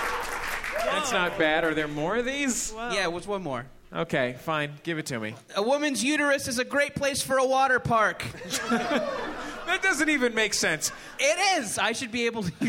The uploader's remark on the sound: Recorded live from the inaugural MaxFunConEast.